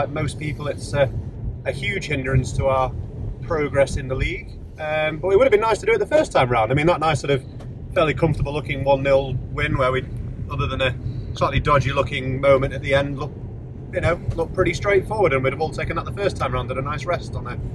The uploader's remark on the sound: The pod squad records in the car on the way to Rotherham.